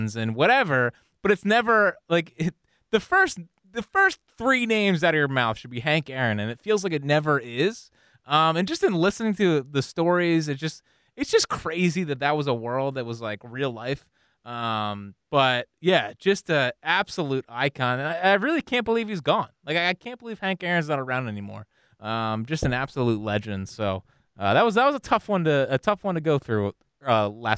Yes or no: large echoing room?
no